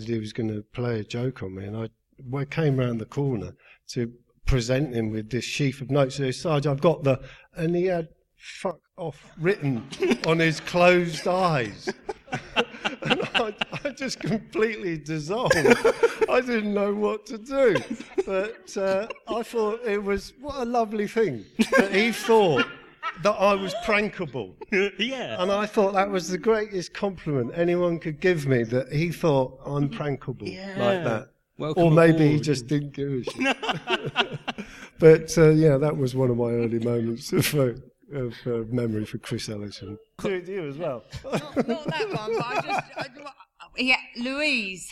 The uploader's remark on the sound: Highlights from The Bill Reunion 7, which took place at London’s Cinema Museum. The technical wizards at the Cinema Museum, who not only organised all the sound and the lighting, but also very kindly as a bonus, recorded the Q&A as well so that we would be able to share the evening.